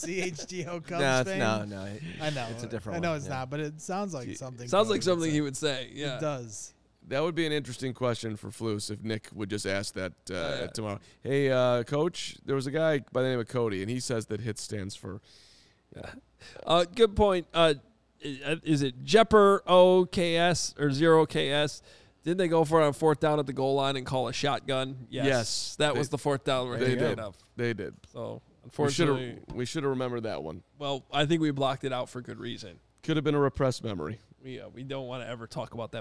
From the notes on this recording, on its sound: joined live from MetLife Stadium